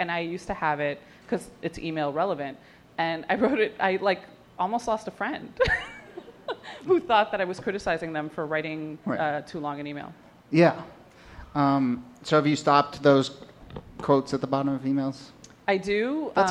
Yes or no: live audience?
yes